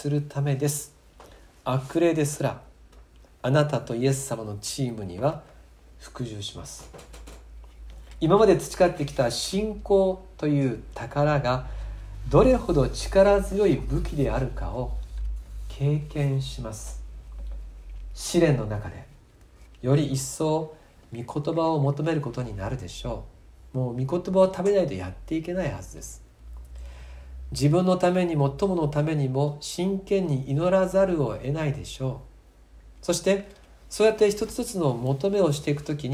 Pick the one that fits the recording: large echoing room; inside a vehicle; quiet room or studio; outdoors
large echoing room